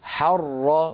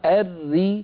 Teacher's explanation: حر راء مشددة مفتوحة، الري راء مشددة مكسورة، الأولى بحاجة إلى تفخيم والثانية بحاجة إلى ترقيق